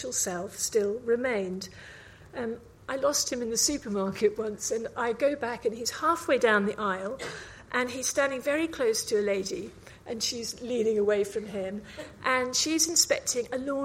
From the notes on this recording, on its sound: Recorded live at 5x15 Bristol in March 2017